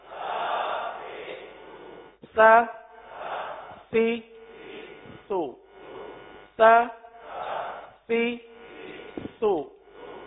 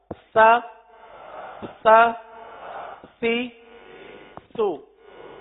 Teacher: آپ دیکھ رہے ہیں کہ زبان کا سرا اوپر کے دانتوں کے اندرونی کنارے پر لگ کر نیچے آ رہا ہے